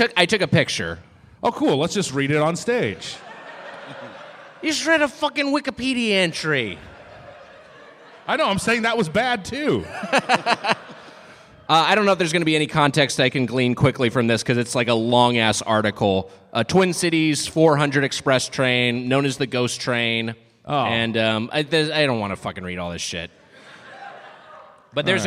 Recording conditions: live audience